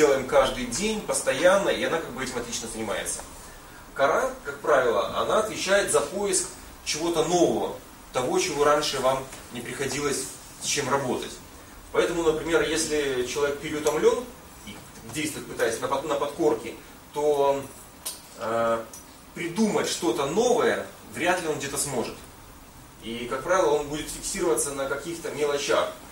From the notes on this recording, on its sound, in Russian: Запись лекции